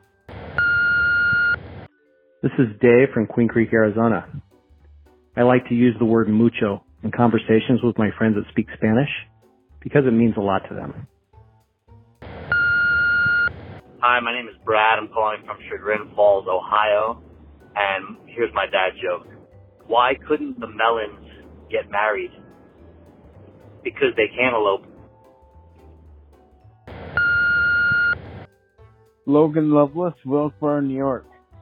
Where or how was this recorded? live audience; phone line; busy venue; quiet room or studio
phone line